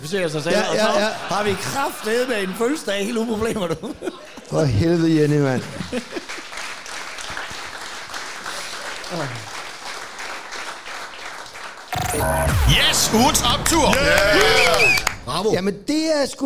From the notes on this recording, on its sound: der er optaget live i Fredericia